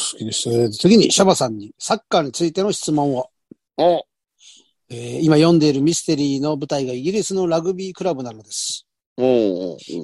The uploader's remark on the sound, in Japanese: ZOOMで収録